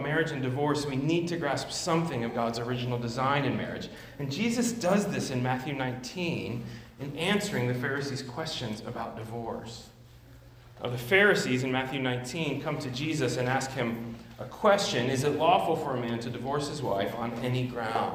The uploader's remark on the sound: at Immanuel Church of Orange County